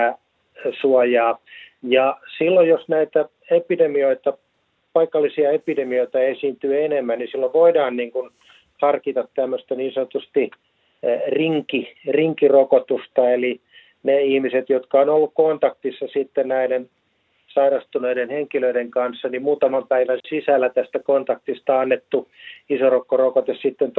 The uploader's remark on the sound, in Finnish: Puhelimessa Kiovaan palannut edustuston päällikkö. Studiossa Ylen ulkomaantoimittaja.